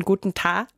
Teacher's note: außerdem sind die Konsonanten an vielen Wortenden verschwunden